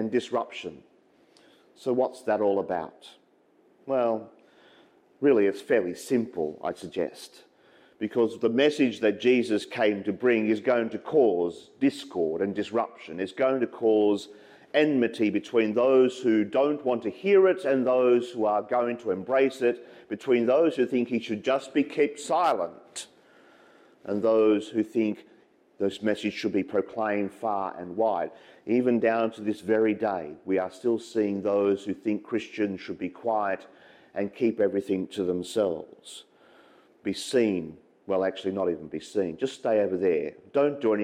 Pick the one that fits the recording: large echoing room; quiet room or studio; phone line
large echoing room